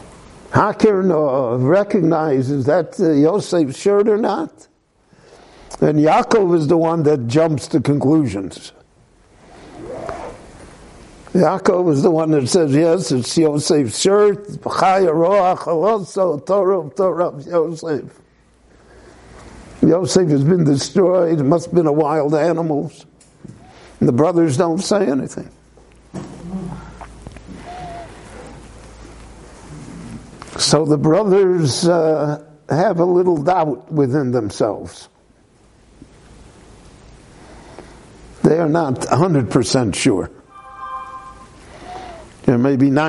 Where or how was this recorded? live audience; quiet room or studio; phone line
live audience